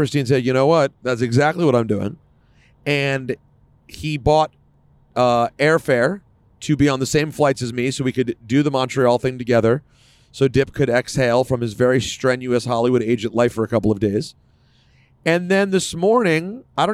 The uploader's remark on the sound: Live from the car on the smooth road to Montreal for the Elimination Chamber.